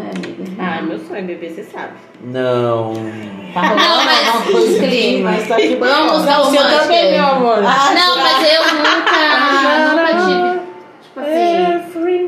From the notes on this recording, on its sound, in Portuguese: Episódio gravado ao vivo!